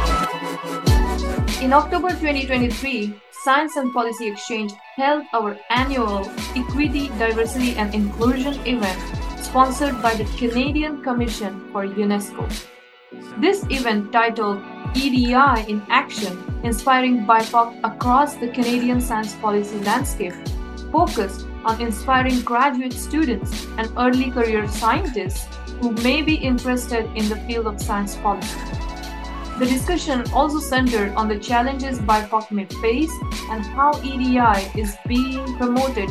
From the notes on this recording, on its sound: February 7th 2024 at 5:30 PM ET over Zoom.